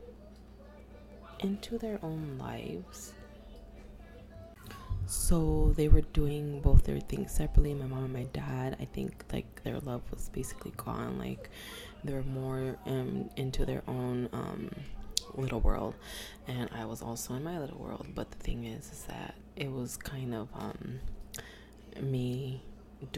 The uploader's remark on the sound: There is a lot of background noise in this episode. I just couldn’t get in a quiet space today at home.